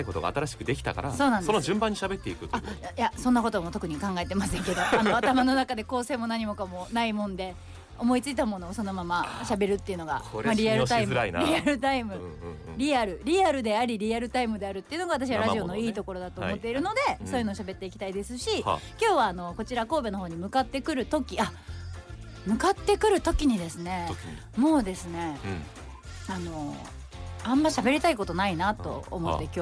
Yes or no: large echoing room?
no